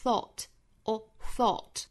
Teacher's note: 英式发法是口型更加聚拢的 thought， orthought。那美式发法呢是 thought，thought，上下开口都更大一些，但是还是要唇形向前